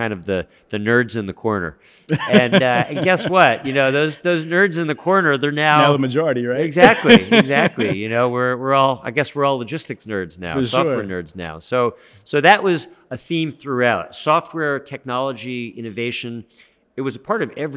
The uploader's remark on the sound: LIVE from Manifest in Las Vegas, NV. Electro-Voice RE320 DYNAMIC MICROPHONE.